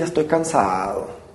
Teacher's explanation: Esta configuración de H más L de descenso, seguida de un sostenimiento del tono bajo, o a lo mejor un pequeño ascenso a tono medio, no se encuentra, al menos registrado hasta ahorita, en ninguna parte del español mexicano.